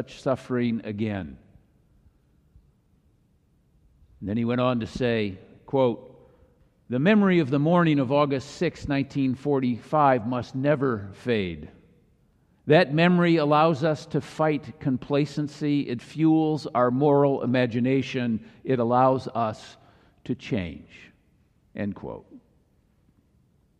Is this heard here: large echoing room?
yes